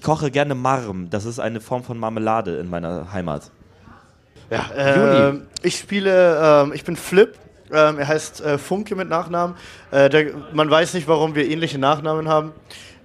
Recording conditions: live audience